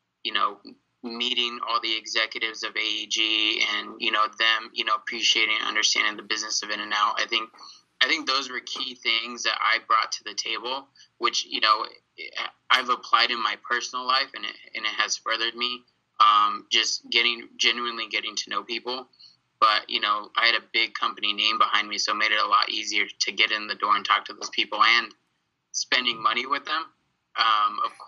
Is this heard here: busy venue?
no